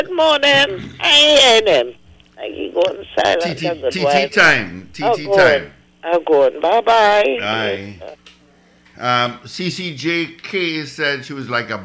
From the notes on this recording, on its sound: we take more calls from the audience